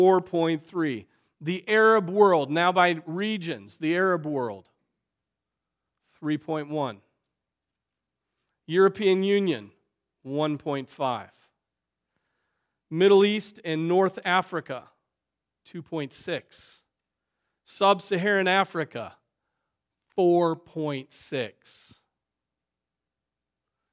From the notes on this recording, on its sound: Preached on January 7, 2024 at Trinity Presbyterian Church ( Evangel Presbytery ) in Spartanburg, SC.